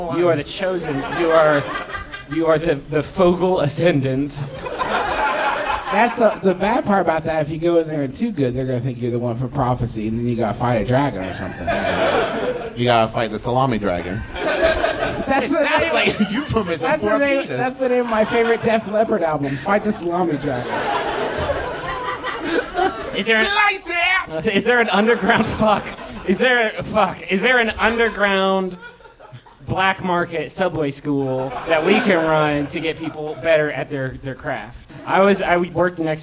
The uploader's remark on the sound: We're live once again from MaxFunCon 2015 in beautiful Lake Arrowhead! We and the audience enjoyed a nice leisurely Sunday morning show.